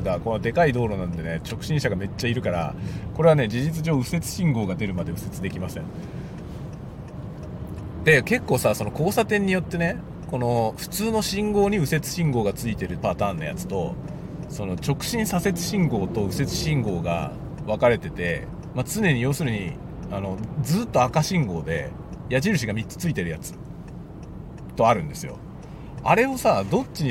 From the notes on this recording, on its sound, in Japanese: ドライブの道中でいろんな思いを語る。使用マイク：ZOOM M3 MicTrak。Stand.fm。